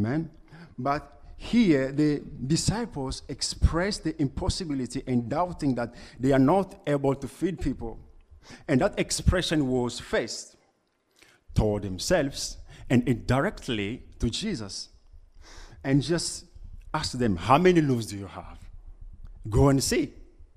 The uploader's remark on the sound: Preached at LCC Sunday Service